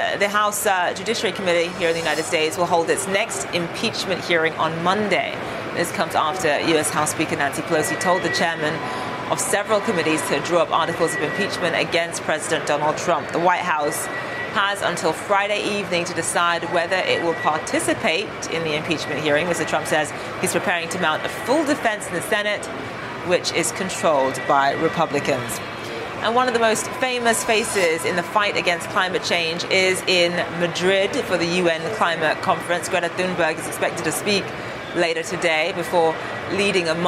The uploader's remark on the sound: live from The New York Stock Exchange